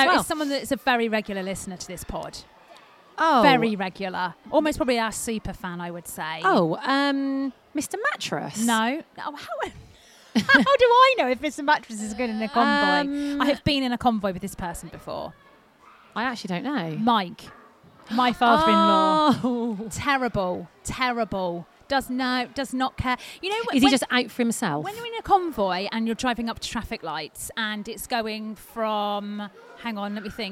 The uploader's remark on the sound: Live from Twycross Zoo!